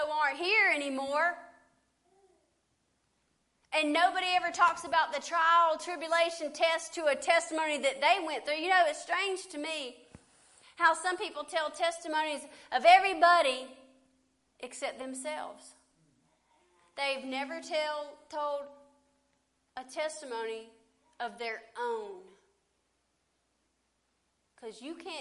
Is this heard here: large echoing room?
yes